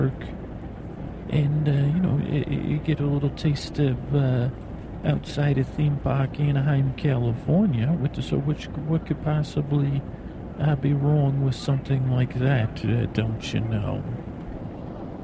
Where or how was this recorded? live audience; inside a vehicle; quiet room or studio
inside a vehicle